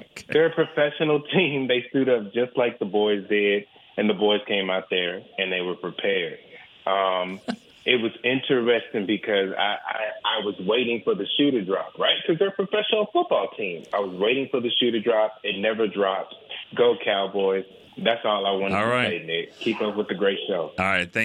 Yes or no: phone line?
yes